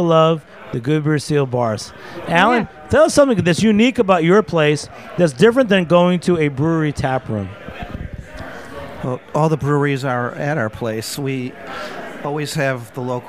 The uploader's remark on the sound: recorded during NYC Beer Week 2019 at Brooklyn craft beer stronghold The Gate